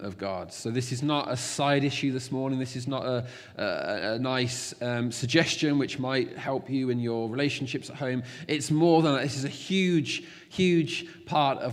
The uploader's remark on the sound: Recorded at freedomcentre church, Preston